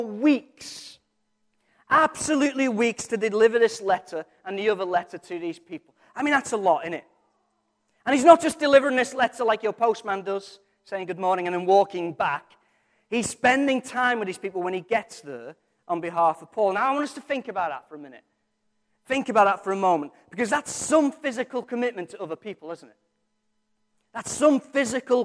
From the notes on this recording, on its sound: Recorded from our Sunday morning service